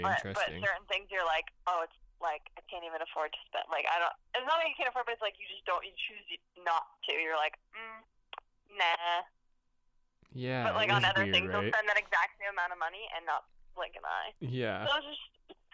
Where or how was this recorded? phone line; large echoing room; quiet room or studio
phone line